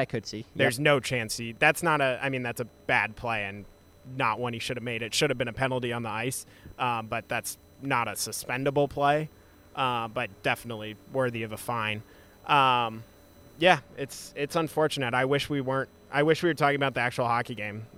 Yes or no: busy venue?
yes